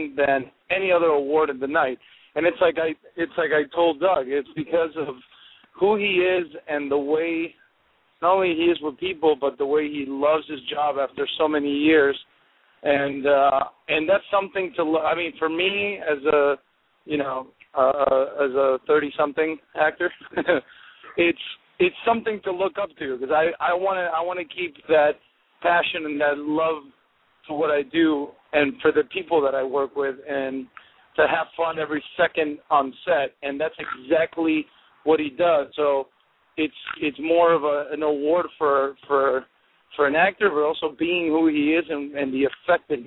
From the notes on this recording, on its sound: There will also be a special guest on the phone. We will be taking phone calls also.